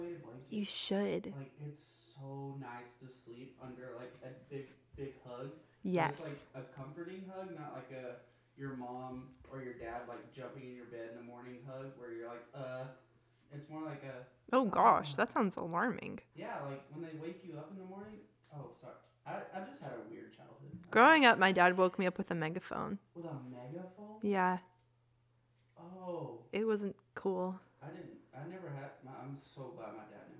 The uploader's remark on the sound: Our audio is not the best on this episode and that is because we lost our mic near the start of the episode but did not catch it until after the episode!